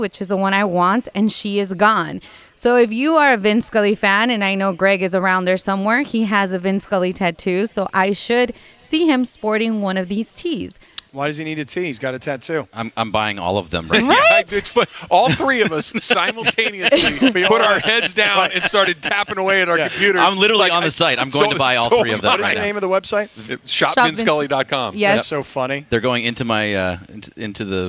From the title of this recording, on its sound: Live from Hollywood Park Casino!